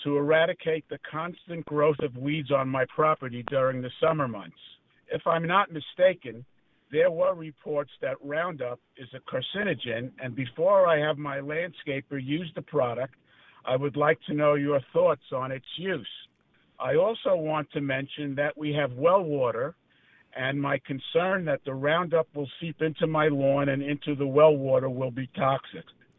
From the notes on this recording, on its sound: your fabulous phone calls